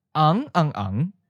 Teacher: Now if we triple the adjectives, which is technically called a triplicated adjective, it has the effect of intensifying the adjective. So the meaning becomes really red, and the sound with the first syllable now has a ninth tone. Sounds like ang ang ang. · the adjective red, ang, is a low rising fifth tone. But for triplicated adjectives, as long as the original adjective is a first, fifth, seventh, or eighth tone, the triplicated version will have its first syllable in the ninth tone.